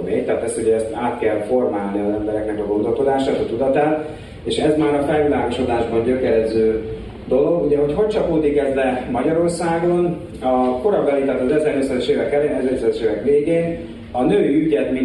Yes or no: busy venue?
yes